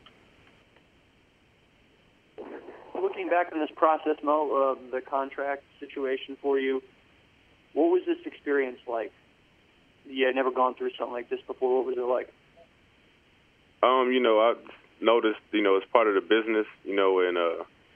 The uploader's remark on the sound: Conference Call. Speaks with the New York Media Regarding His Contract Extension.